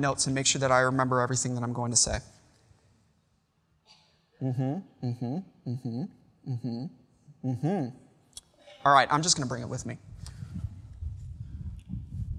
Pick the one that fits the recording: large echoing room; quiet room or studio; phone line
large echoing room